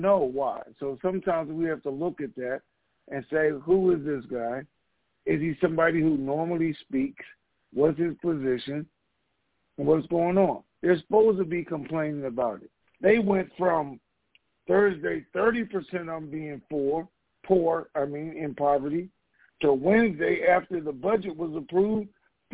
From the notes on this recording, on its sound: TNTSuperfantastic Conference Call